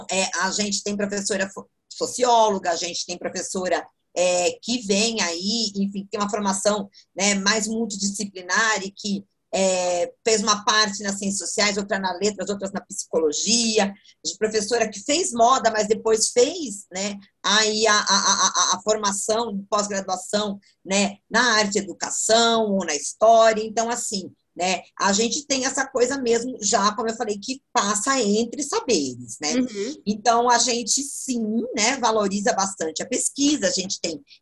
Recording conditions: video call